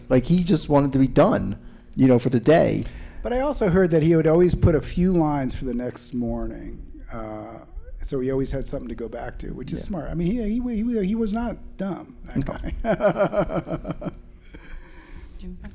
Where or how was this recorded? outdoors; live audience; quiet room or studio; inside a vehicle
live audience